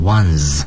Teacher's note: 由于它是那个浊辅音结尾，所以发音的时候呢要读成浊辅音 z